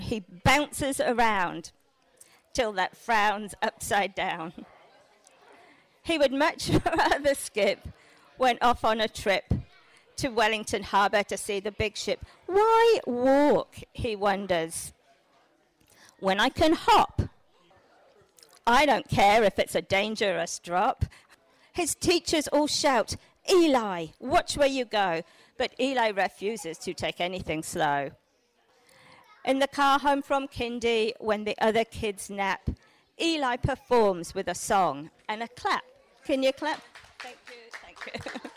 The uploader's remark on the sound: Tamariki Book Festival - Festival Day. A snapshot of the events and performances at the Tamariki book Festival 2020.